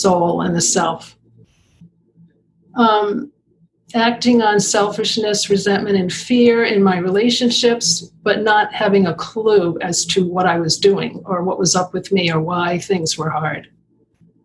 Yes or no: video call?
yes